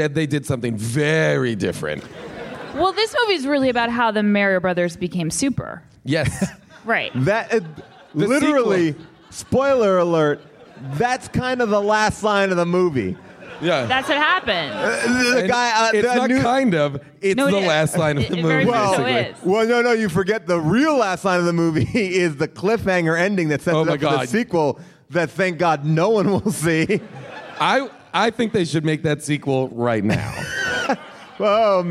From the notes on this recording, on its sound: LIVE at Bumbershoot! Plus, we hear what the gang was doing when the movie came out in theaters during our Q&A.